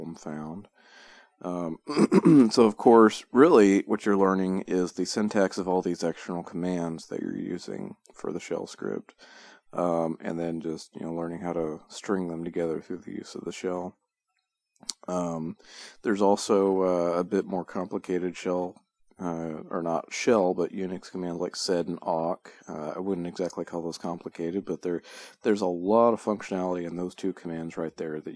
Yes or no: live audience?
no